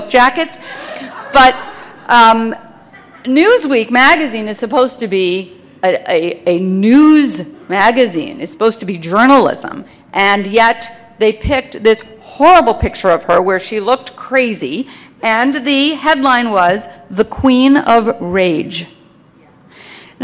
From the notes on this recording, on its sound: remarks were delivered during the Clare Boothe Luce Policy Institute's Midwest Women's Summit in April 2015 in Minnesota.